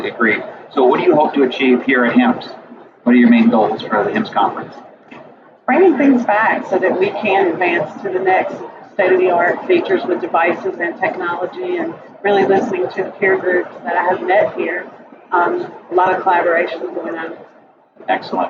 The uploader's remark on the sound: at The HIMSS18 Conference